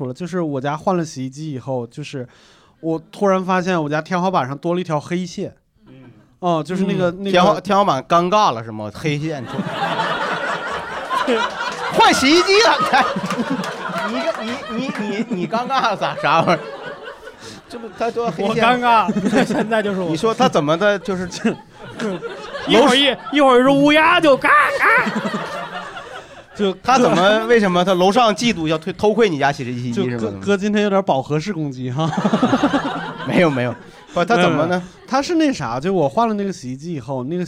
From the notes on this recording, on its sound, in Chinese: 日谈七大当家主播秘密现身《谐星聊天会》现场，一边作为观众现场观摩谐聊录制，一边积极举手插话。现场效果炸裂。